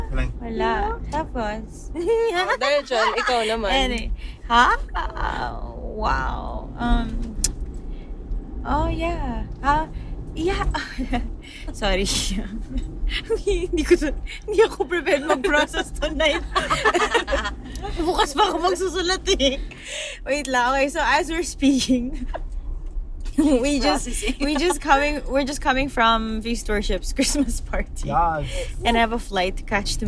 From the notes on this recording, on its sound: it’s our first time to record inside the car - roadtrip style!